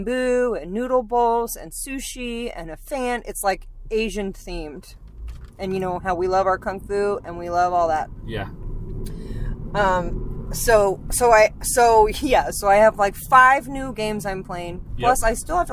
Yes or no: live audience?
no